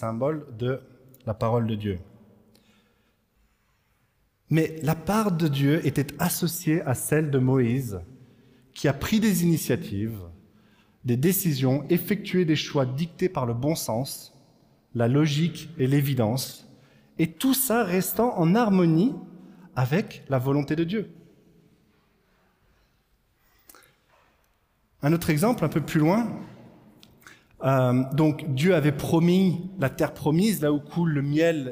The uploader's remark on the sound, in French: Enregistré à l'église CVV